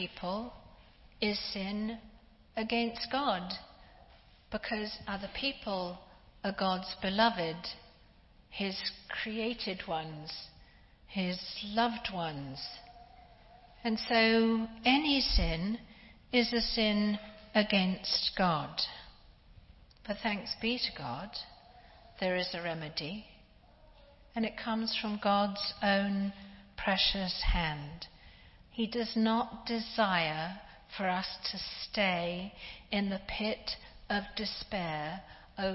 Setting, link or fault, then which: setting, large echoing room